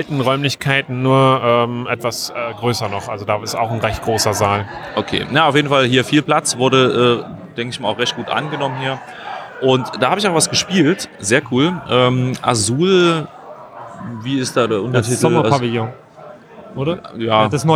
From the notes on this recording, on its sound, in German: Live am Freitag vom Meet’n’Play von der Spiel 2019 in Essen.